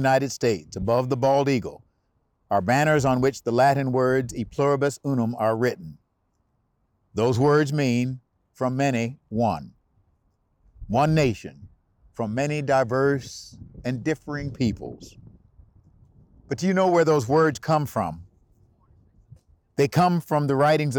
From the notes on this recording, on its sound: recorded message from the Lincoln Memorial